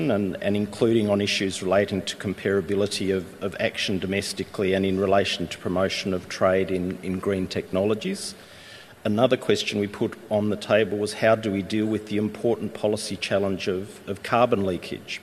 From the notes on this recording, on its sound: At the Sixth Hongqiao International Economic Forum, we host a panel